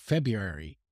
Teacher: I never pronounce the R after the B.